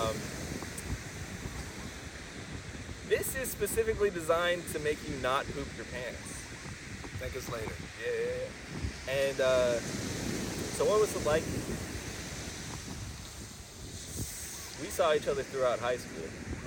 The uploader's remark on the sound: enjoy the sounds of the ocean